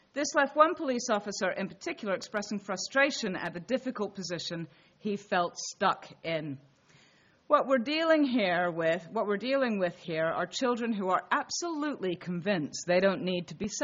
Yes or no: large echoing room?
yes